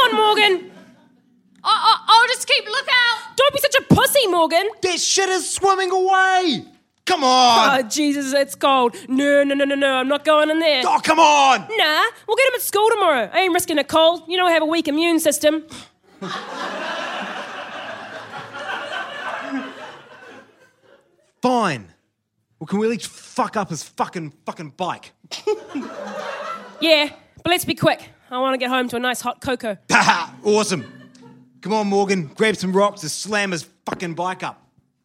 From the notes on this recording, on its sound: Recorded live at BATS theatre, Wellington, New Zealand on the 25th of April 2014.